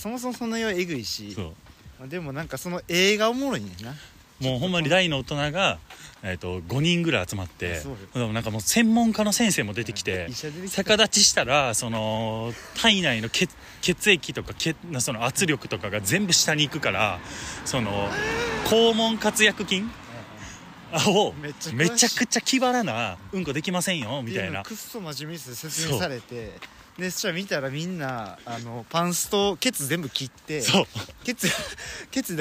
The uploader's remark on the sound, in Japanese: 僕らは地元が一緒でして、今年は帰省の日も被っていたため、新年明けたて、路上収録しました。